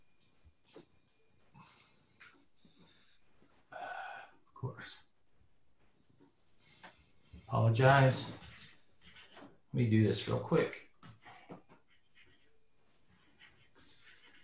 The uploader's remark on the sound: APTN Zoom Call # 7. 7th APTN Aircraft Lessor Zoom Call.